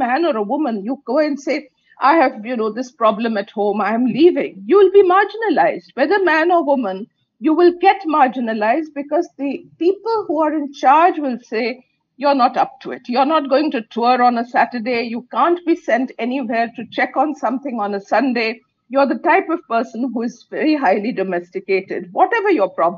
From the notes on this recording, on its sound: This conversation was recorded over zoom.